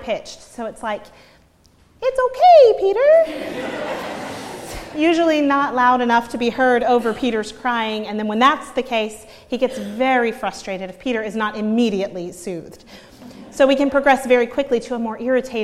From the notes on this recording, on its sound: preached at Northminster Church on March 31, 2019